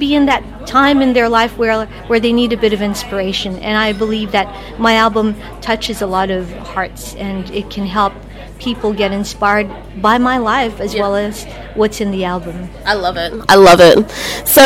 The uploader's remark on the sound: RadioBabes LIVE at the International Millionaires Network Sydney